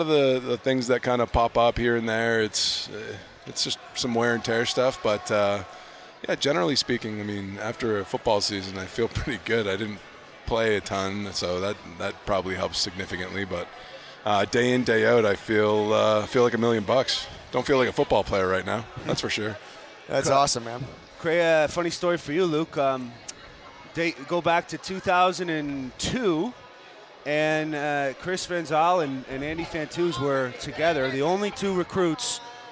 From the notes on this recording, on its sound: at the Grey Cup Festival in Hamilton